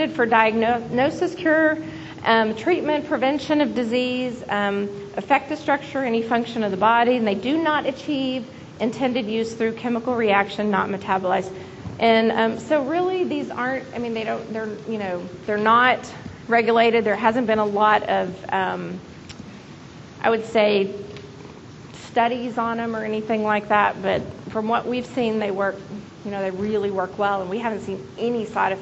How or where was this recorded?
busy venue